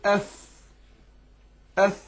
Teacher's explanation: بطن الشفة السفلى مع الثنايا العليا، يعني أقول أف أف، يبقى الإيه البطن الشفة السفلى مع أسنان هنا العليا.